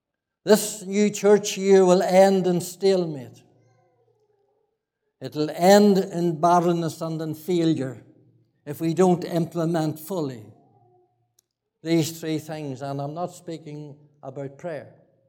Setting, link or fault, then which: setting, large echoing room